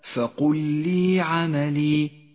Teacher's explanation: الإدغام المتماثل في قوله تعالى فقل لي عملي، اللام الساكنة وبعدها لام متحركة، تدغم الأولى بالثانية فتصيران لاما واحدة مشددة